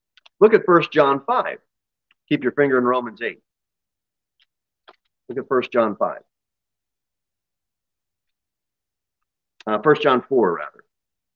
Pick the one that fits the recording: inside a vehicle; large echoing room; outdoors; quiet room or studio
large echoing room